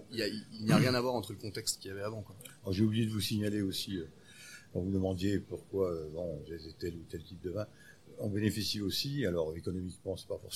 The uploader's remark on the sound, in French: Enregistré au restaurant Annette.